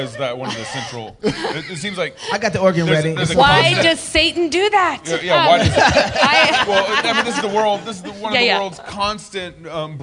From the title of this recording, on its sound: Live at G3